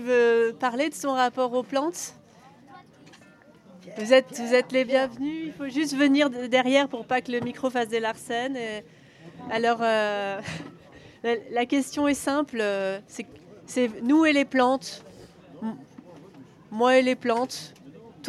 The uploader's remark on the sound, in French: Résonances émettait en direct depuis la Foire Plantes et Nature sur la place de la République de Prades. (Les intermèdes musicaux ont été raccourcis pour cause de droits d'auteurs).